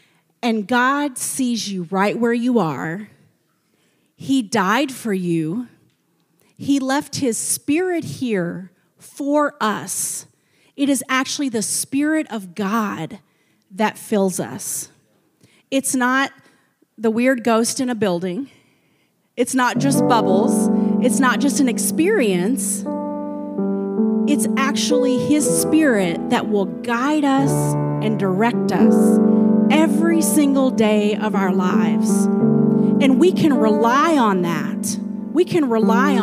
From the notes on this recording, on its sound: a service recording from Connect Point UPC